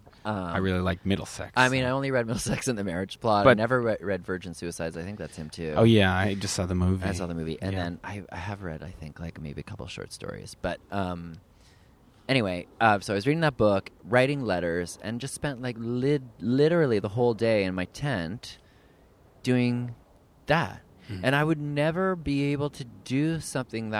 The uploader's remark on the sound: in Prospect Park